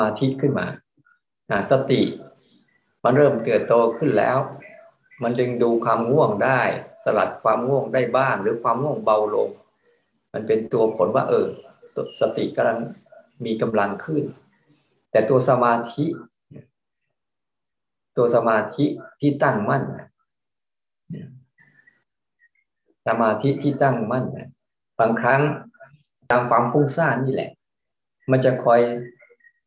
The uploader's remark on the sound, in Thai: เป็น 1 ใน 3 คอร์สออนไลน์ (ผ่านโปรแกรม Zoom)